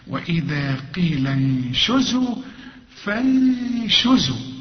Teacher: عند النون بعدها الشين، والشين من حروف الإخفاء، هخفي هنا